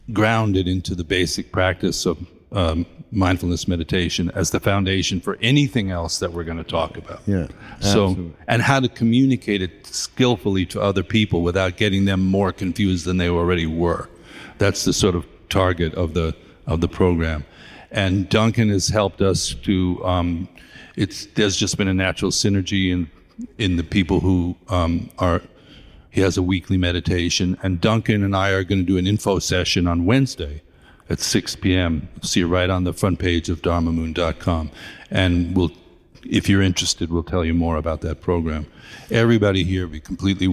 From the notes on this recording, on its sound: This recording is originally from the LSRF 2022 Summer Mountain Retreat in Boone, North Carolina.